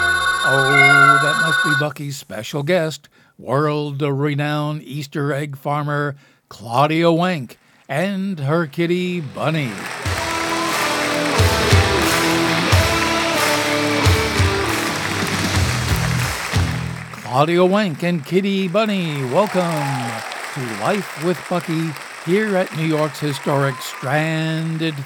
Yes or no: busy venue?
yes